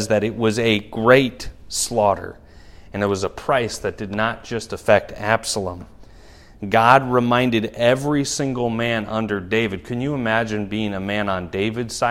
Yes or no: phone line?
no